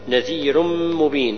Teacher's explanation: إدغام ناقص بغنة قدر حركتين